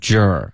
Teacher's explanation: 你要嘟嘴 J,然后要有一个儿化音